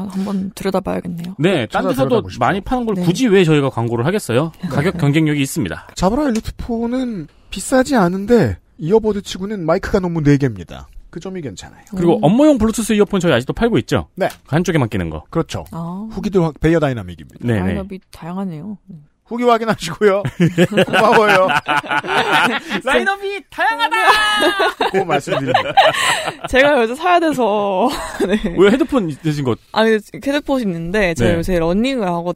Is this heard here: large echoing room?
no